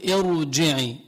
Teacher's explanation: شعليا كسرة، فبتقول ارجعي مع تفخيم الراء، لأن هذا الكسر بسموه كسر عارض